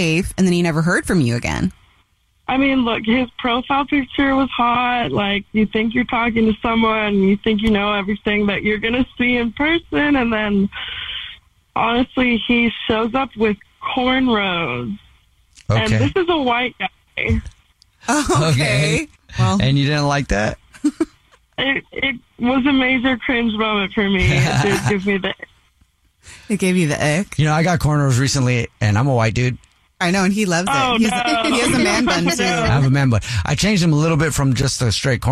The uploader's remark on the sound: We get that other person on the phone to see why they're "ghosting". One of our listeners is on the phone.